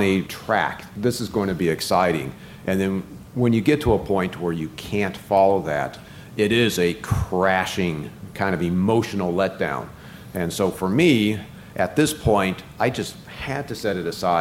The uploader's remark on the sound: Live from CrimeCon